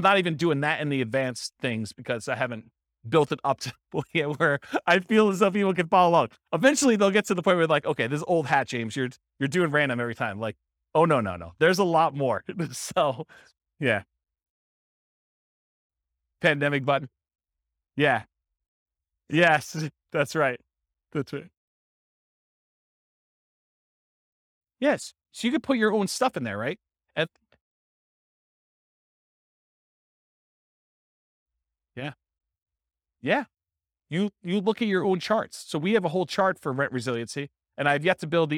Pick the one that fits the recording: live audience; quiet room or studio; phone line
live audience